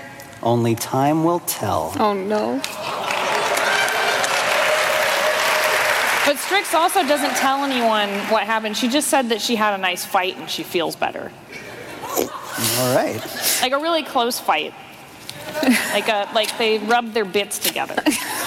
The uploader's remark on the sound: live from PAX South 2019